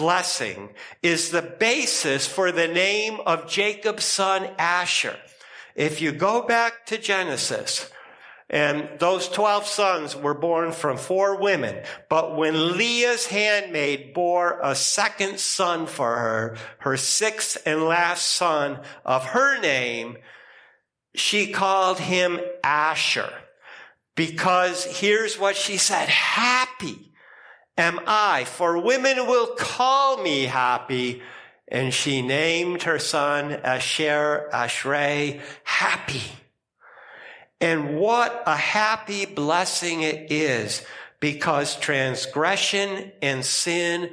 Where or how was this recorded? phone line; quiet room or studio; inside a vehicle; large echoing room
large echoing room